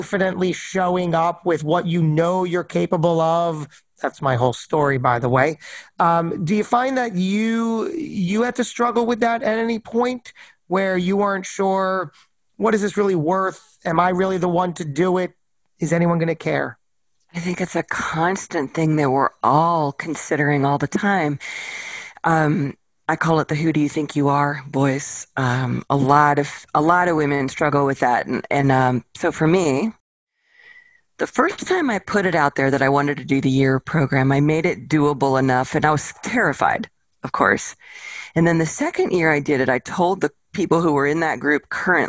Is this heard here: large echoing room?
no